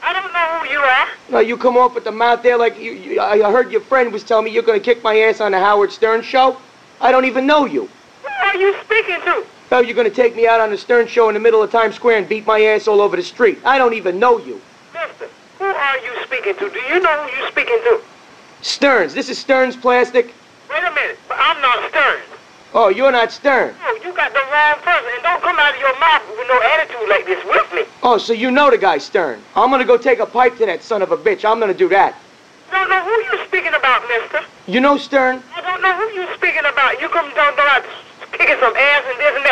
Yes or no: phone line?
yes